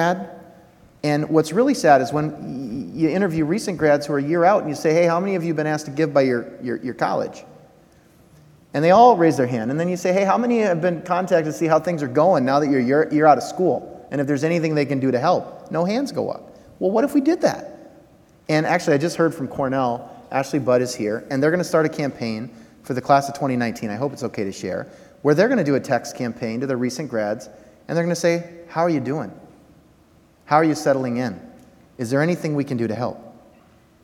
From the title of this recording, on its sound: Live from RAISE2019